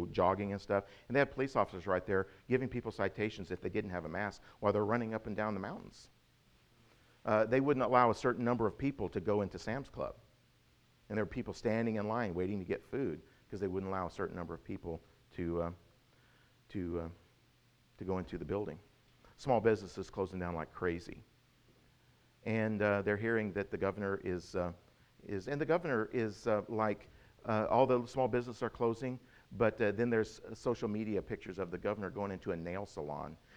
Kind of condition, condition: setting, large echoing room